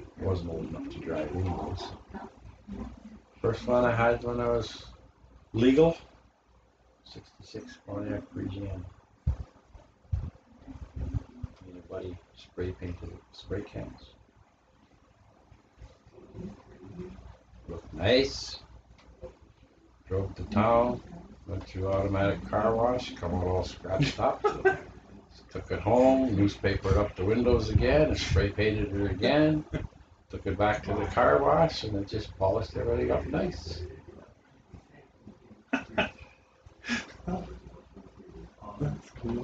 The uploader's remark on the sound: sorry that you can hear my mum doing dishes and watching tv in another room